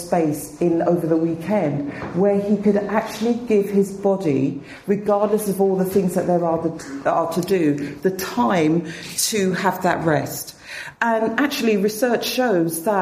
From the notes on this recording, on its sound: spoke at the 2013 BAATN conference